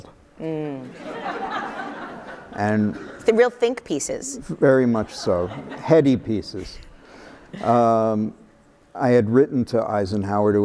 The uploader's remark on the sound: live on stage